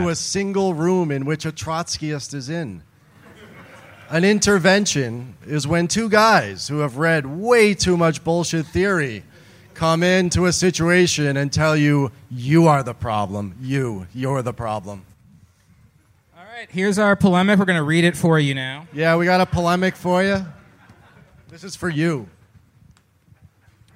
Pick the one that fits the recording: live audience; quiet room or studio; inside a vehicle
live audience